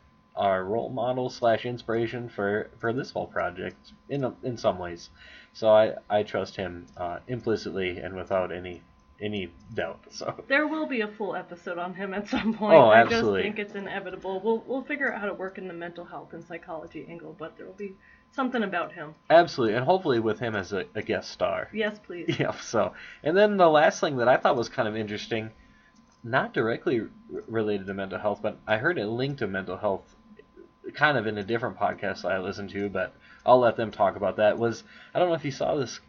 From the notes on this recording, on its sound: This early episode suffers from lower sound quality, as we were just learning about podcasting.